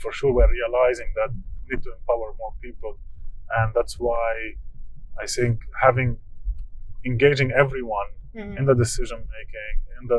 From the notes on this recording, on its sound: We recorded the session during a car ride through Basel, Switzerland.